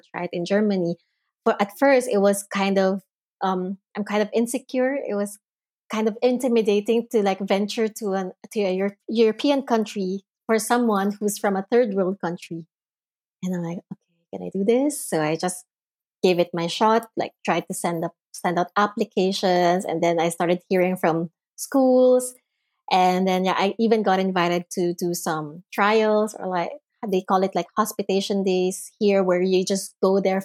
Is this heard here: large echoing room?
no